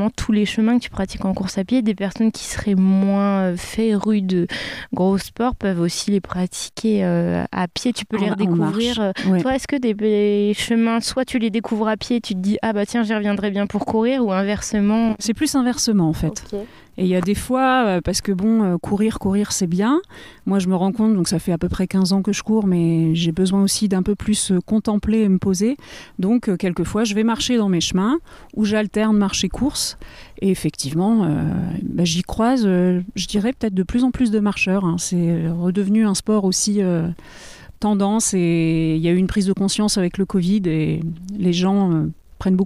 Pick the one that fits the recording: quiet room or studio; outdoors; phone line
outdoors